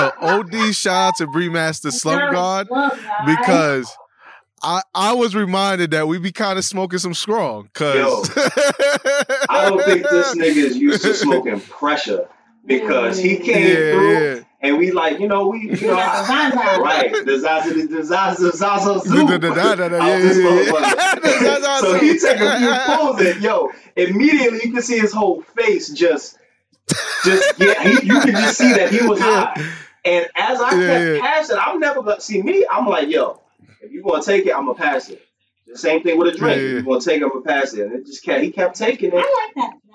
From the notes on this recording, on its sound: Sorry in advance for this week’s audio.